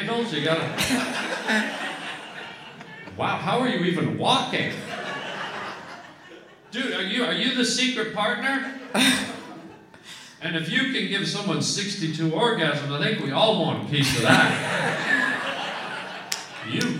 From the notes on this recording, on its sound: LIVE in San Fran. Records his podcast in front of a live crowd in San Fran.